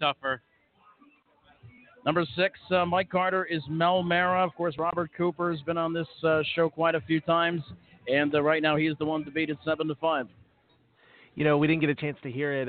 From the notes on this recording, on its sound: live coverage of the 2017 Hambletonian from The Meadowlands Racetrack in East Rutherford, NJ